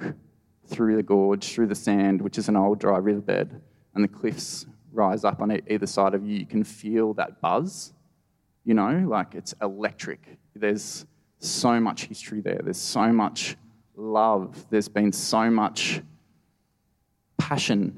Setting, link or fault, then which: setting, live audience